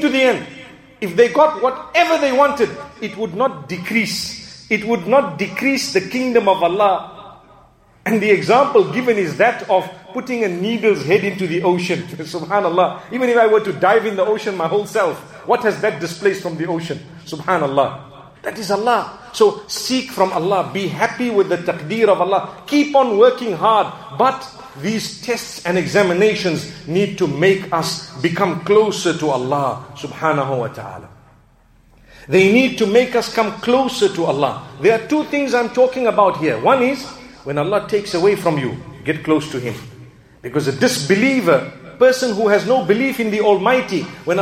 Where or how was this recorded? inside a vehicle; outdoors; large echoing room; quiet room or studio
large echoing room